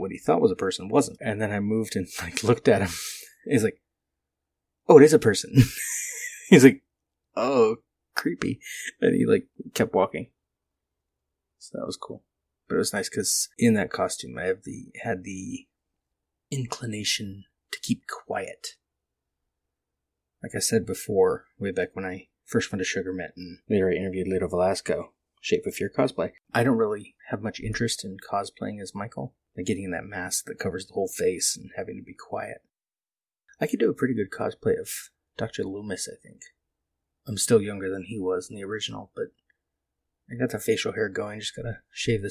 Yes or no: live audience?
no